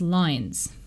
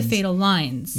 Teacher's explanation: If you read it in original pronunciation, the word loins becomes lines.